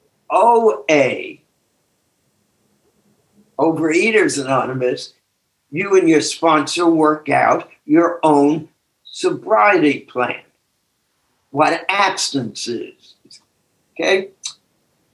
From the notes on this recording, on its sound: took us on a zoom journey